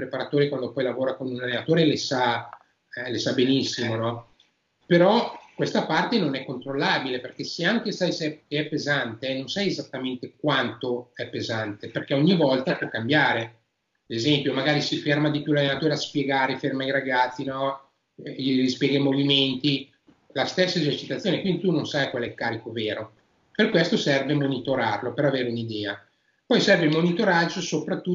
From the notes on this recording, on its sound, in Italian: Qualche leggero errore di registrazione durante la Skype call. Per questo motivo abbiamo eliminato le parti che non si sentivano in modo perfetto dalla traccia audio e video del podcast.